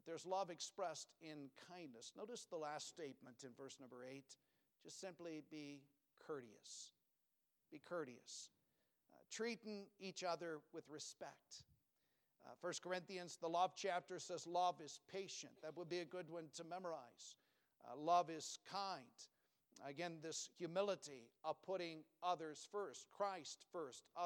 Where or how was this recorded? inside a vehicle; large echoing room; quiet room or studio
large echoing room